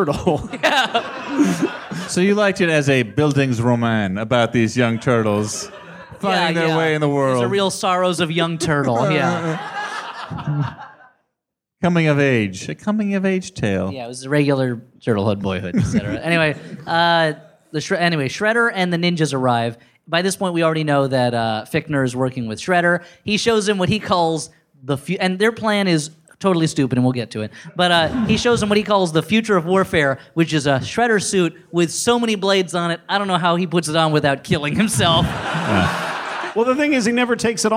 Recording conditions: live audience